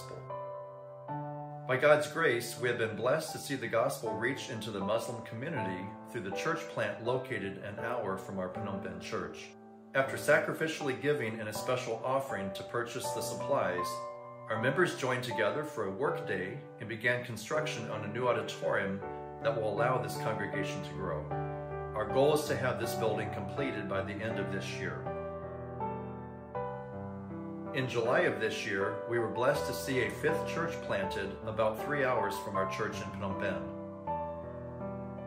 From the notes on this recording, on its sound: Sunday Evening Service